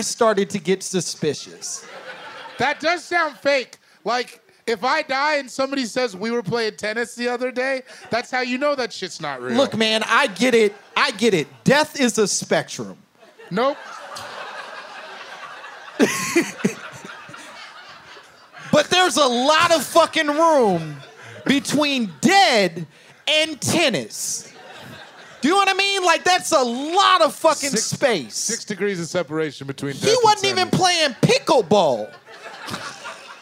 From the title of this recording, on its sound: My Momma Told Me Live from Seattle!